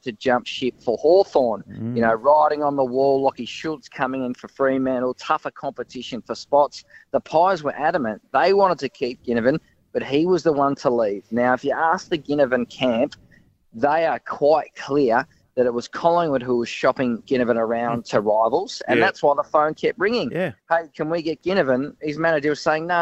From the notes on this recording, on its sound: Live from AFL House on Trade Deadline Day. Live from the trading floor.